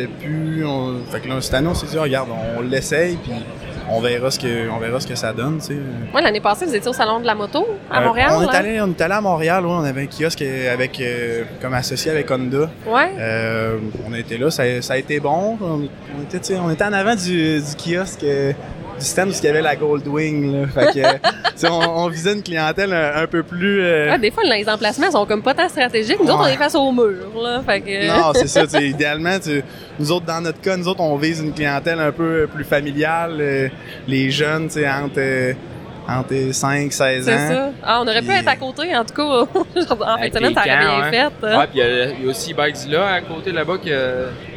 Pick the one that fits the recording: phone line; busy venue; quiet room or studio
busy venue